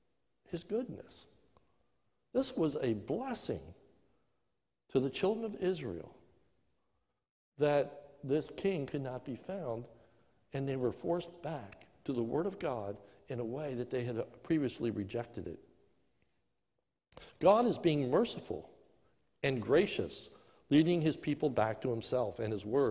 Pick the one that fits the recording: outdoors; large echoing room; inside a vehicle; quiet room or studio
large echoing room